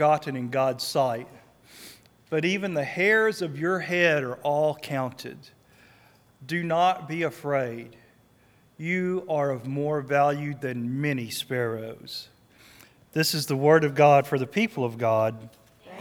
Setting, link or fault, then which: setting, large echoing room